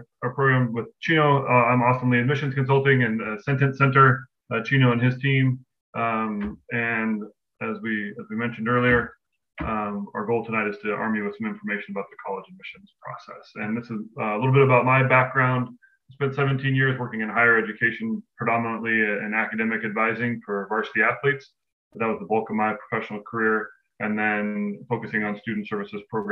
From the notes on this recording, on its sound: Webinar Recording.